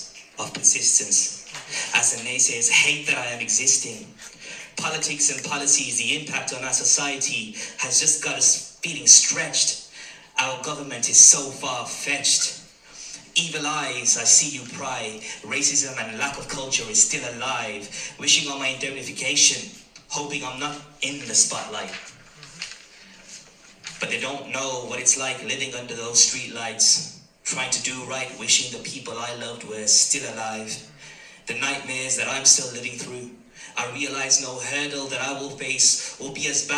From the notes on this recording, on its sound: live performance at poetry jam in Waylands Yard in Birmingham